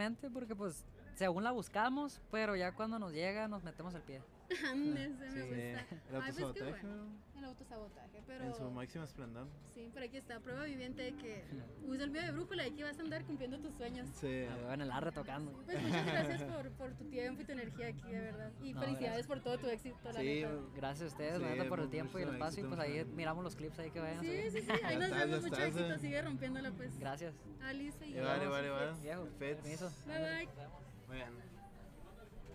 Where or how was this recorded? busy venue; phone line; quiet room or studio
busy venue